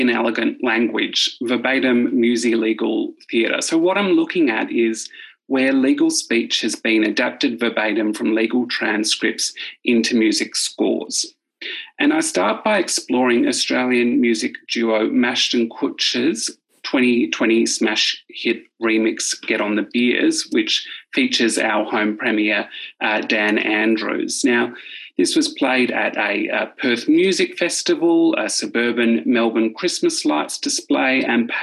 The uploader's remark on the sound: Festival Of Conversations. Panelists engaged in a live online conversation. Inviting the audience to participate in an interactive discussion.